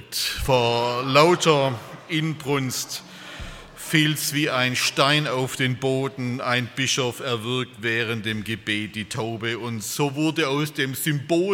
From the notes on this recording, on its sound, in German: bei einer Veranstaltung der Liebenzeller Mission